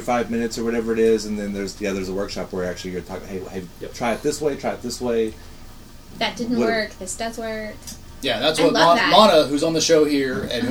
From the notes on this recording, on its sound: podcasting with comics from the back office at Mass before they perform at Laugh Your Mass Off